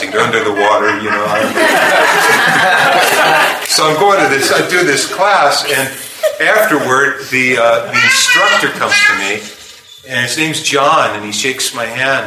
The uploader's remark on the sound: Please forgive the background noise.